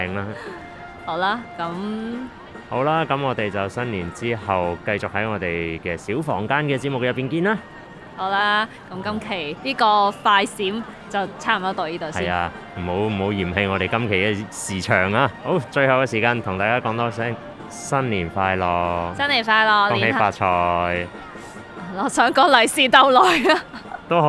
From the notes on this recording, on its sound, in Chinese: 这是我们在大年廿八的晚上，于广州越秀西湖路花谢的现场为大家录下的信念祝福。摄于 2023 广州西湖花市。